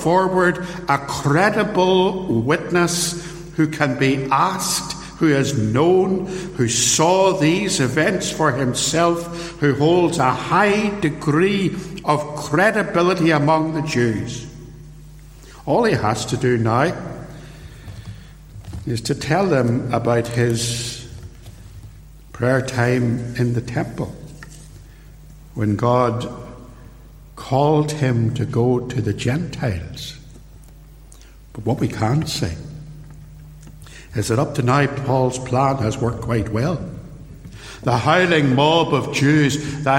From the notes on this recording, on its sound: In this short extract from a sermon preached at Templepatrick Reformed Church.